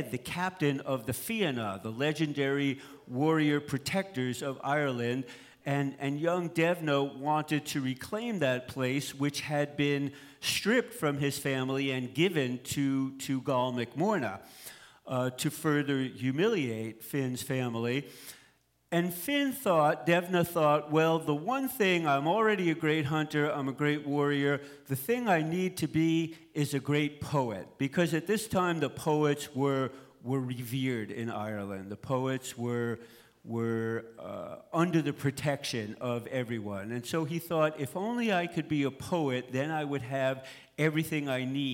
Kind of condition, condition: setting, live audience